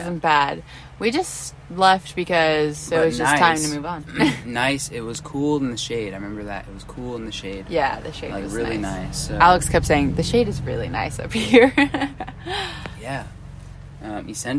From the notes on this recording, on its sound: recording from the beach